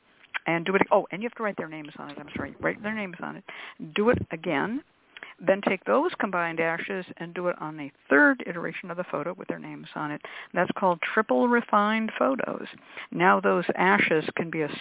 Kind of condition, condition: link, phone line